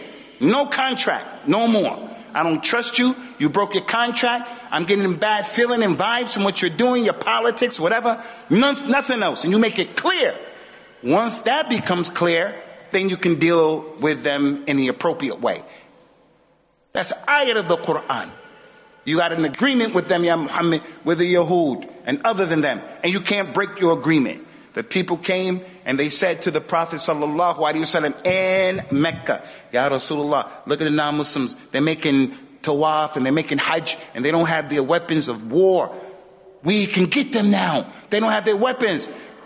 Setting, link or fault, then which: setting, large echoing room